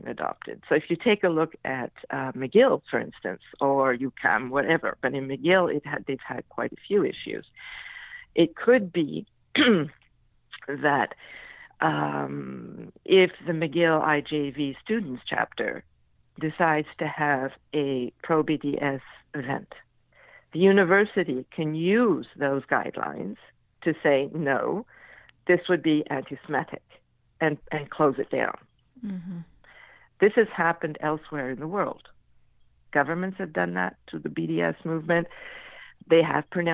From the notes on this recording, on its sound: I had with me on the phone.